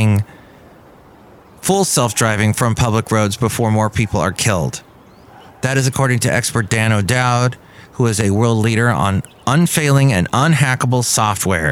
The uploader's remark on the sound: podcasts live from Café Anyway